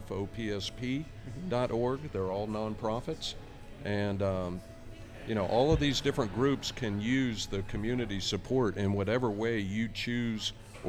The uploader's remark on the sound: This week is a Live episode recorded at Starr Hill Brewery as a part of Bike Month 2022 in Richmond, VA. There was an awesome panel assembled to discuss biking in the area.